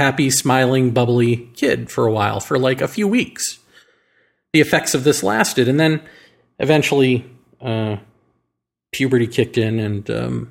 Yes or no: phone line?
no